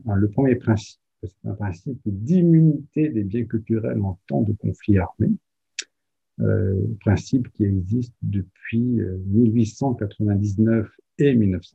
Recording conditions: video call